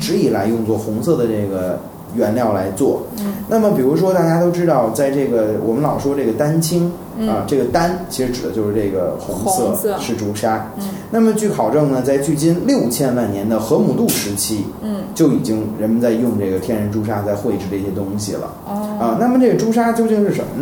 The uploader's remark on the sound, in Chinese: 本期节目为在张大妈办公区用录音笔录制，可能有街道上的杂音，请见谅。